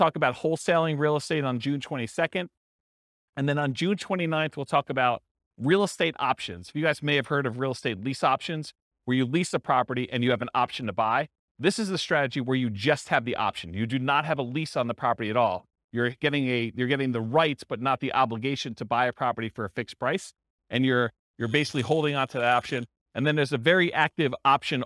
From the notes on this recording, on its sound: This was a live class recorded